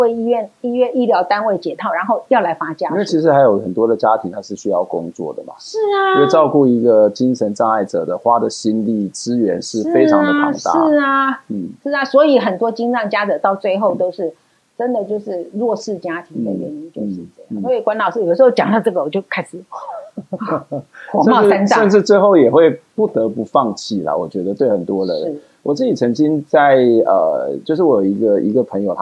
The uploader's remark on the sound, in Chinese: 本集節目錄製現場收音出現難以克服的技術問題，以致於本集收音欠佳